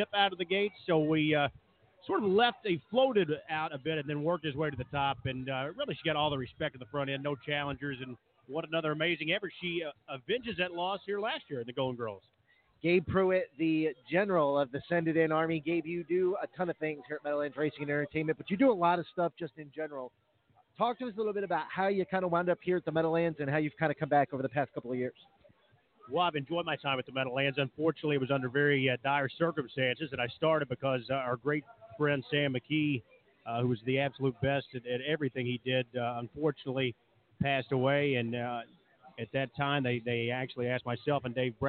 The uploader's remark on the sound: Kicks off the first of two live remotes at The Meadowlands on Saturday night.